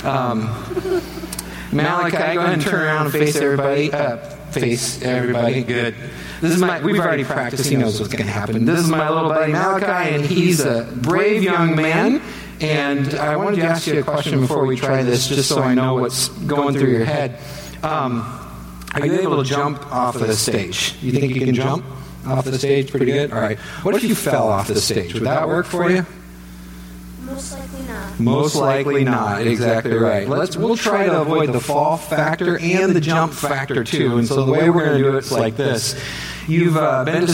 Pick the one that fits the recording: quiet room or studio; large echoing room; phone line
large echoing room